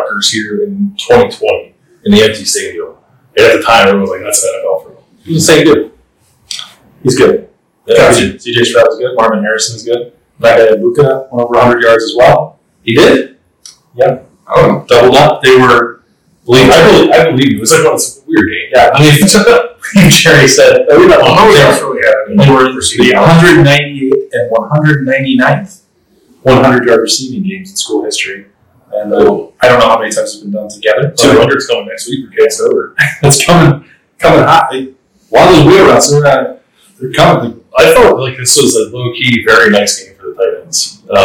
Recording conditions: poor sound quality